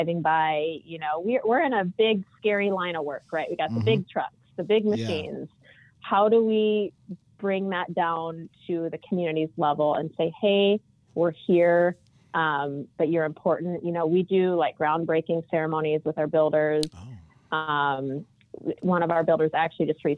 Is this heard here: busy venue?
no